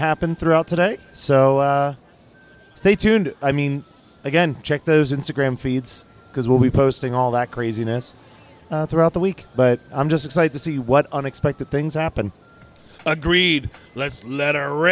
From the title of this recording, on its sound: Geekscape at San Diego Comic Con 2023 Day 2!